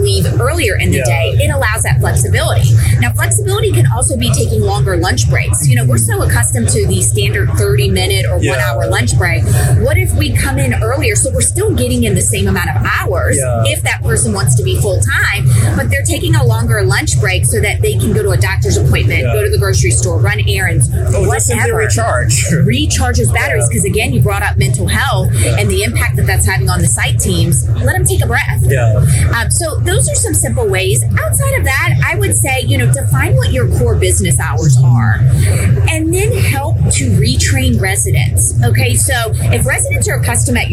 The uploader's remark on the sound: LIVE AT NAA.